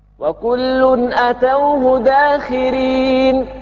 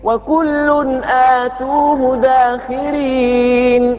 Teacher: والباقون آتوه بالمد مع ضم التاء، مع ضم التاء · Shown in: second take